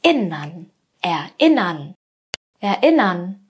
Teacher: Die Betonung liegt auf der zweiten Silbe, auf I. Hier werden wir lauter und wir gehen mit der Stimme nach oben.